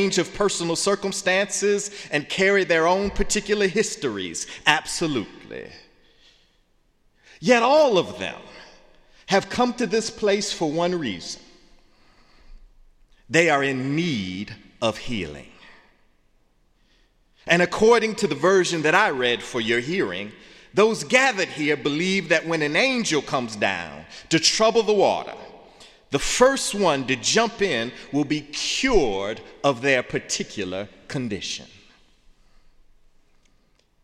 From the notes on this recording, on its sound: in the Memorial Church